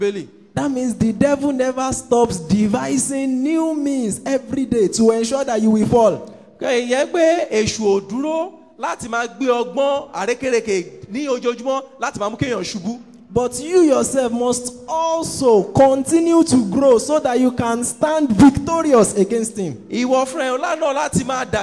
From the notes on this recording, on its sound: Preached at TAC Powerline District, Lagos Nigeria.